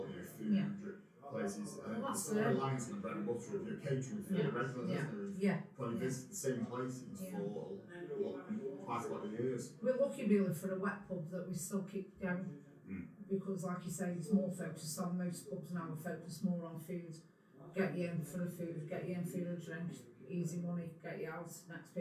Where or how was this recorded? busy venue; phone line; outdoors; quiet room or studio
busy venue